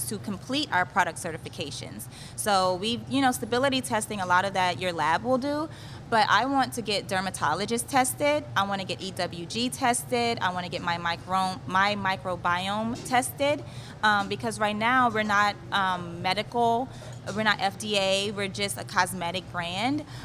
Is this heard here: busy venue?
yes